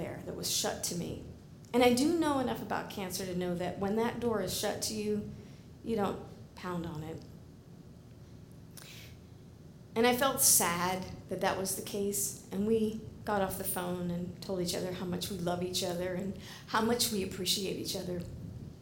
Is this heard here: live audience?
yes